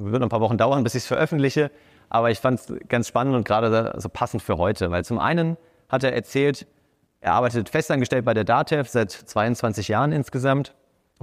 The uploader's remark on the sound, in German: Diese Episode entstand bei unserem Sidepreneur Meetup München in der wunderbaren Eventlocation pawrti. Diese Episode entstand bei unserem Sidepreneur Meetup München in der wunderbaren Eventlocation pawrti.